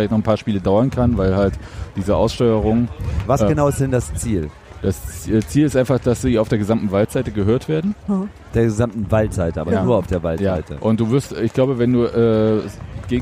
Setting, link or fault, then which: setting, busy venue